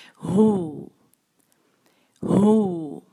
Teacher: अपने सांस की नाली की जो एंड है हलक है वहाँ से जोर लगाते हैं